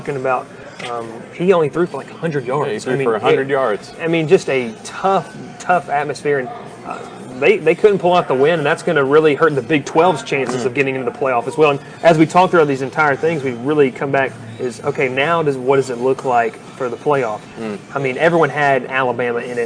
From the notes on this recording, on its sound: Live from Moe's BBQ in Rome, GA